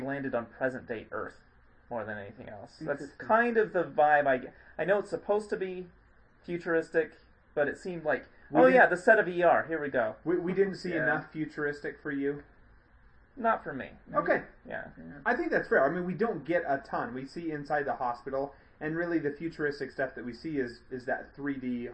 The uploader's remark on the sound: Sorry about the bad sound quality. It was a new mic.